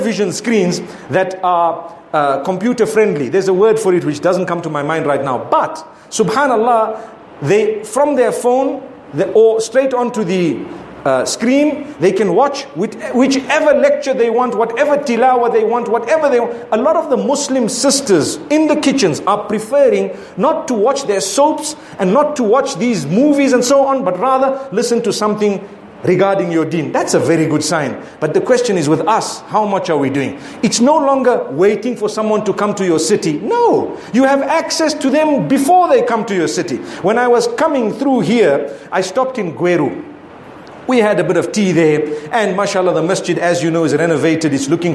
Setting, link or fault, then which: setting, large echoing room